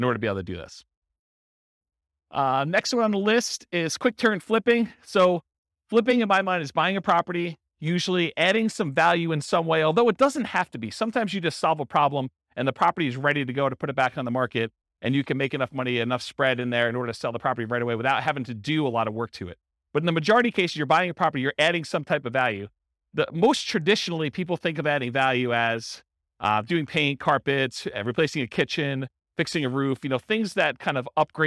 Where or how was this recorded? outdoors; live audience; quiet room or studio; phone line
live audience